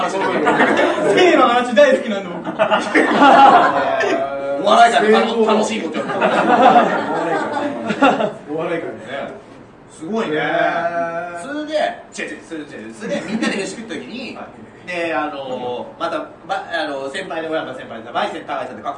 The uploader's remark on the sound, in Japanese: 公開収録